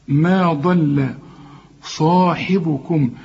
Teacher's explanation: لكن ما تقولش ما ضل صاحبكم، ما ضل ما تنفعش، هنقول ما ضل. الضاد هي المفخمة والميم واللام هنرققهم.